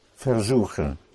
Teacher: You never put the stress on ver.